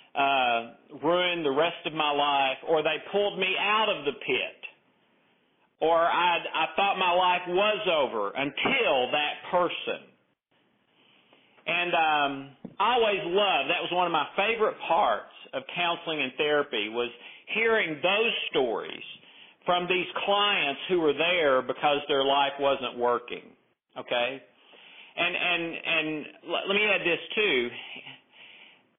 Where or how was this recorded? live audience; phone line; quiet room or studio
phone line